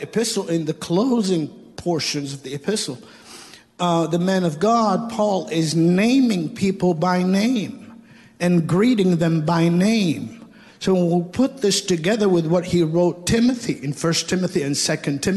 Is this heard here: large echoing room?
yes